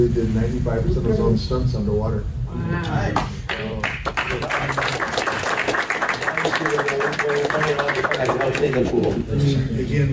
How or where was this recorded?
live audience